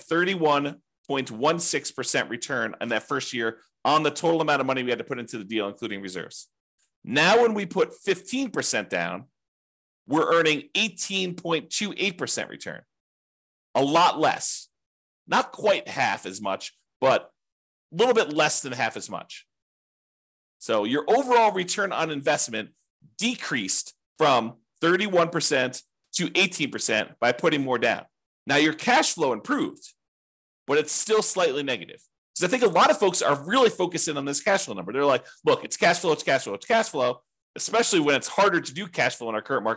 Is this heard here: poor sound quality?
no